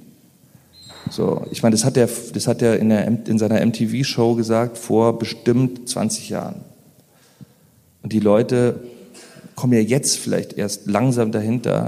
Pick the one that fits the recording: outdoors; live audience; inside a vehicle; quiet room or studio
live audience